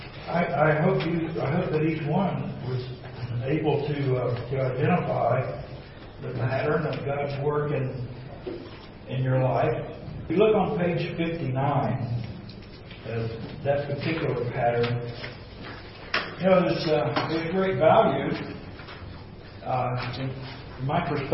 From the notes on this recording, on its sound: This recording is an excerpt from an Exchanged Life Life Conference (March 3-4, 2017, by Grace Fellowship International).